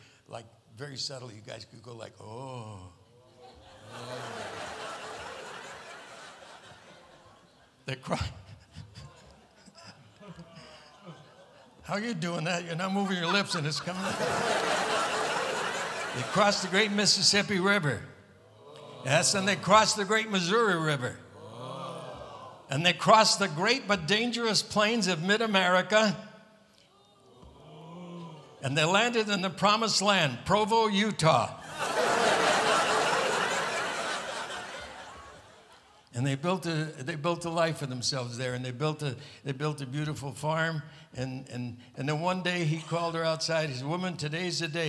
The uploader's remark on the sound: Live at the South Point Casino